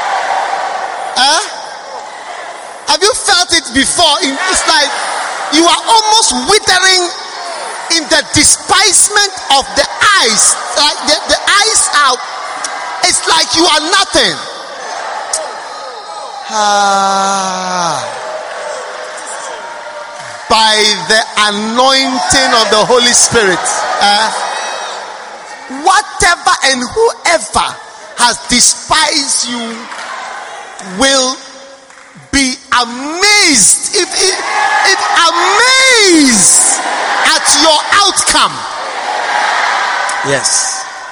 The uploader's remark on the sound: Preached at the First Love Center, Accra